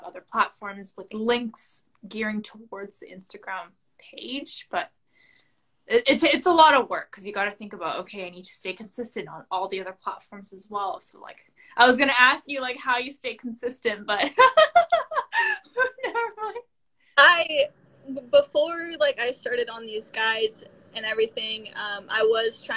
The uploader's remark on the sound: on her Instagram channel and she was kind enough to let me use the live as an episode!